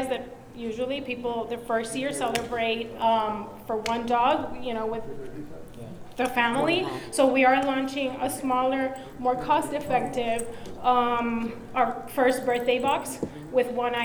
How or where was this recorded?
busy venue